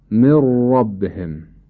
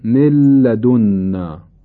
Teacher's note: تام اونیست که حرف اول یعنی مدغم کاملا در حرف دوم ادغام میشه و اثری از آثار او باقی نمیمونه، مثل ادغام نون ساکن در حرف را یا ادغام نون ساکن در حرف لام، مثلا مر ربهم یا ملدنا، کاملا نون از بین رفته، حرف ر یا لام مشدد شده، اینو میگیم ادغام تام یا کامل.